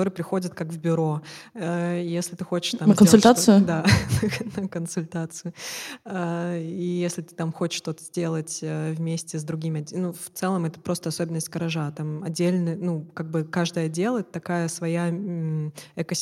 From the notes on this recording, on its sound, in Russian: В ноябре в рамках фестиваля ИнклюЗИЛ в ЗИЛе прошла открытая запись подкаста. Организация звукозаписи подкаст-студия «ШУМНО».